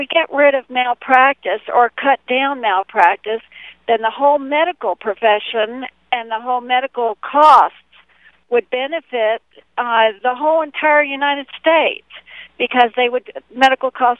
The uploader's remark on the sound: This was the final on air 1hour live air, real callers audition.